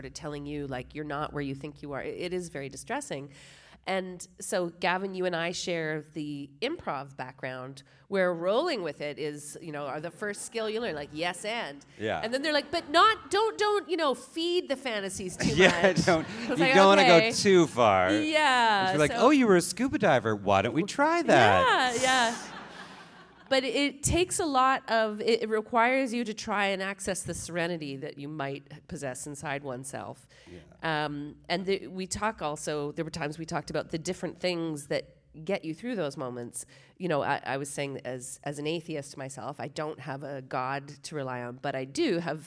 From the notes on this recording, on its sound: On stage at Hot Docs. In this live conversation on stage at the Hot Docs festival.